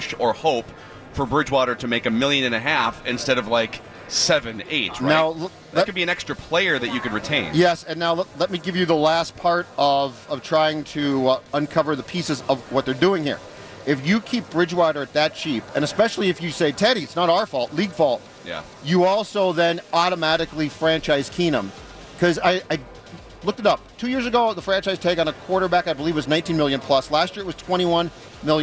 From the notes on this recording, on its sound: live from Radio Row